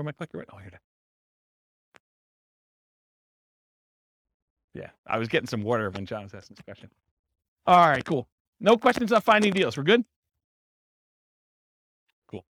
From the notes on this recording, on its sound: This was a live class recorded.